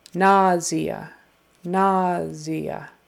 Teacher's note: And the primary accent is on the first syllable.